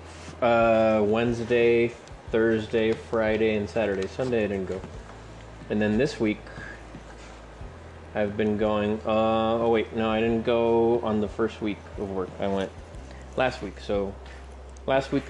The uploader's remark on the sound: I'm recording this one on the fly, on my cell phone, after work, as I prepare dinner. I also capture the beautiful sounds of rain.